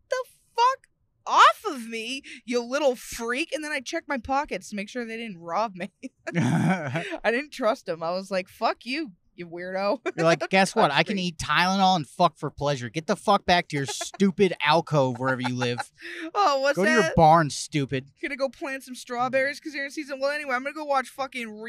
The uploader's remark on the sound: We are STILL driving home from Canada this week, and if we didn't hate upstate NY before, we certainly do now!